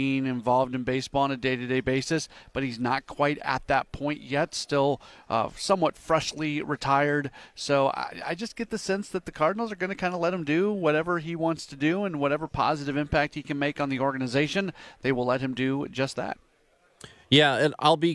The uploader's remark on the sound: joins live from the MLB Winter Meetings